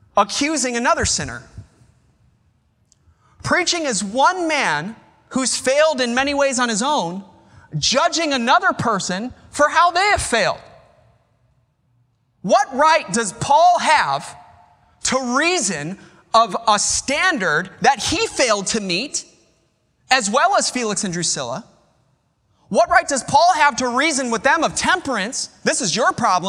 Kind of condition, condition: setting, large echoing room